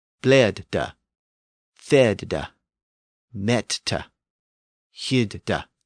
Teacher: So that had the effect of closing that first syllable. That initial vowel was now boxed in with that consonant on the end, and it made the vowel pronunciation short. · Term: short vowels